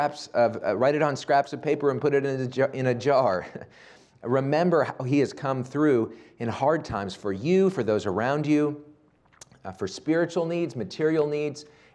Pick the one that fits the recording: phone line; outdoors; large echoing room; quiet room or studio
large echoing room